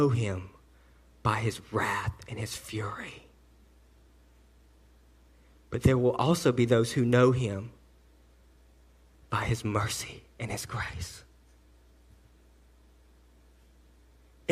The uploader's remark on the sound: message delivered to Cottondale Baptist Church in Eastman, GA on 10/14/18